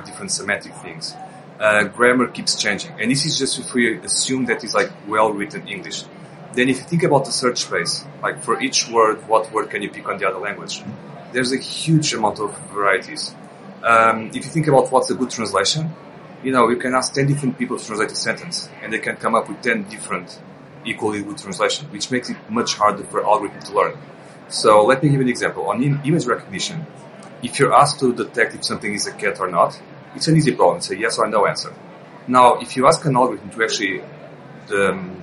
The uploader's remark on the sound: This week, we’re sharing another conversation from our series of interviews at the Web Summit conference last year.